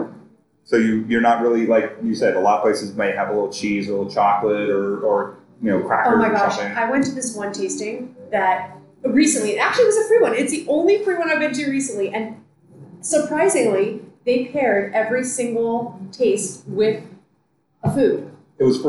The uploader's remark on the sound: Recorded at Wrights Station Winery. Recording onsite at Wrights Station winery in the Santa Cruz mountains.